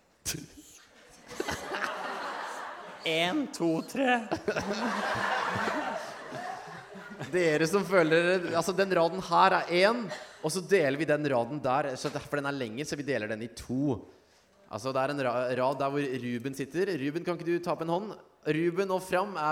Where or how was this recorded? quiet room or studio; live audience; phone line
live audience